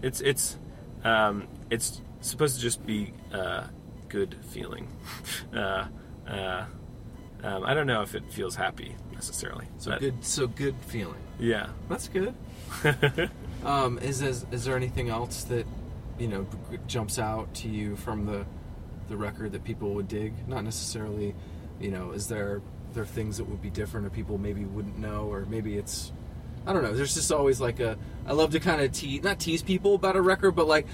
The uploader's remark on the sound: Was in NYC on tour and had some time to hang out in the van to chat. You may hear some doors opening/closing, cell phone beeps, sirens.